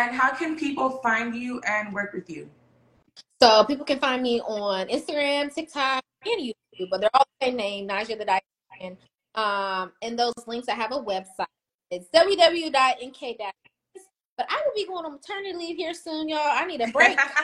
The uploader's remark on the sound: Sorry for the choppy sound quality. This live was supposed to be on TikTok but it gave us issues so last minute, we switched over to Insta and unfortunately the sound quality isn't the best.